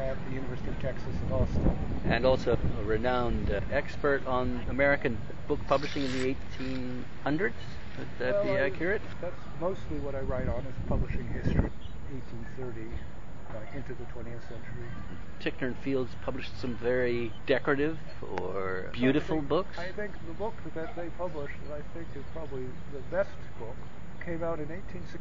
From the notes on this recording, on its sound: We talk here, on a windy day (hence the background static) in Haaavud Yaaaad.